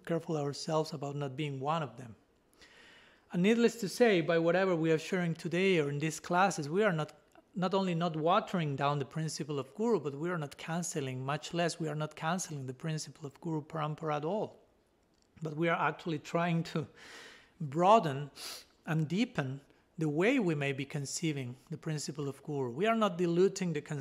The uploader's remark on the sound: given at Radha-Gopinatha Mandira on March 7, 2023